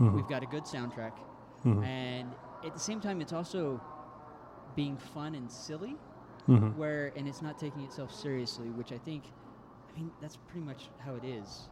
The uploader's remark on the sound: broadcast live from the Dungeons and Dragons Honor Among Thieves Live Event.